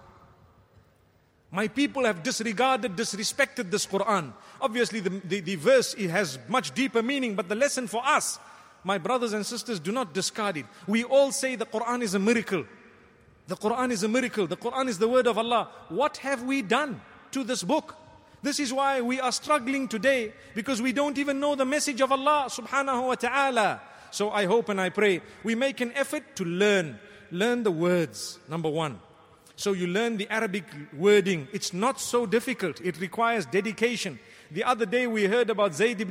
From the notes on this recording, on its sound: Delivered at Tuanku Mizan Zainal Abidin Musjid